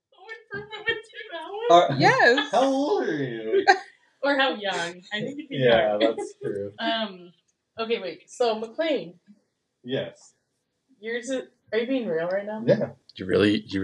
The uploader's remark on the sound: We know the audio quality is not great and we apologize for that. This was our first time recording in the same room!